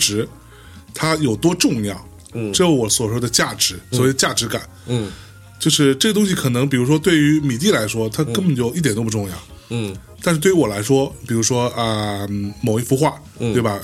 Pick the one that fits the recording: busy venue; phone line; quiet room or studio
quiet room or studio